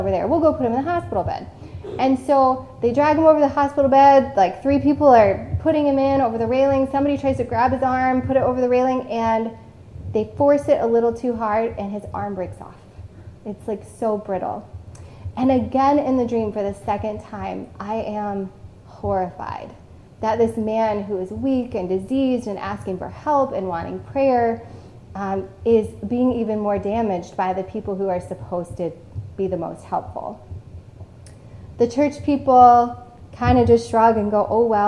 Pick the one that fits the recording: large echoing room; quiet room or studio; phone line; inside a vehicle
large echoing room